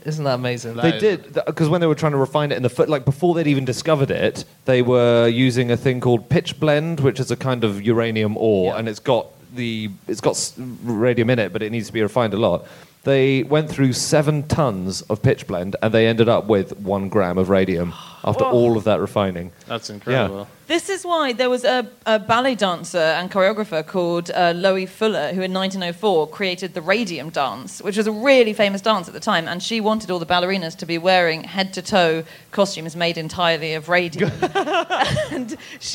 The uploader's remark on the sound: Live from Philadelphia